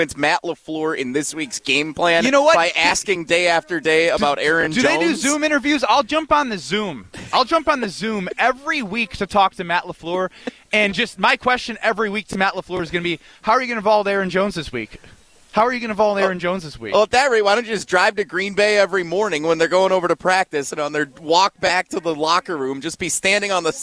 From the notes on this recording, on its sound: Live from the Putts for Pups Golf Outing at Blackhawk country club.